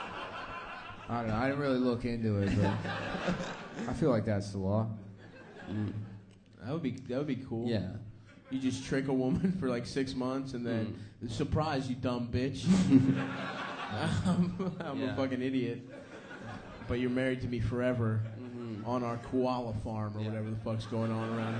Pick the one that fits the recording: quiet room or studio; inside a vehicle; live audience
live audience